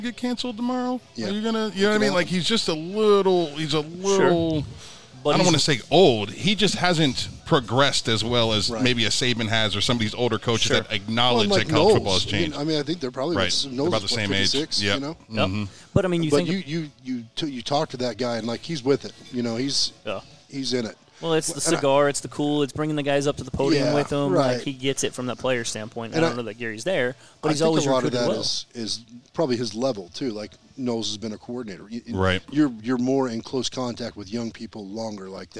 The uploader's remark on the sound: LIVE at C J Moloney's